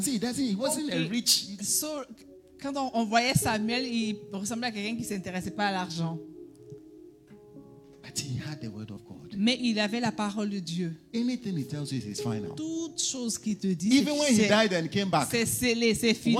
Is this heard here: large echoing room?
yes